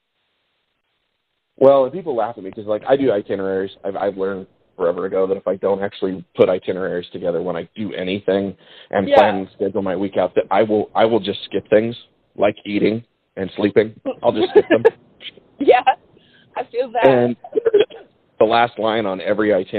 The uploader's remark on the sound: We finally got a chance to get a phone conversation.